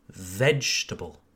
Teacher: You need to be lazier, lazier, plus feignant. Okay, forget the second E, vegetable.